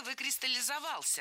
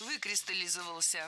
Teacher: Ударение падает на первый слог, на приставку «вы». · Shown in: second take